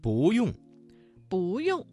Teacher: 这个词当中的不字在四声之前变成了二声 · Term: 语流音变